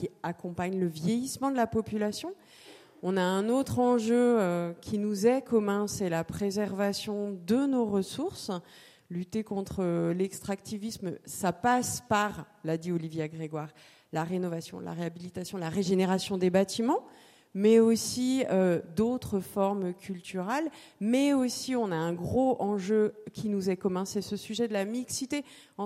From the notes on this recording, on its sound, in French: table ronde enregistrée aux Entretiens de Valpré le 17 novembre 2023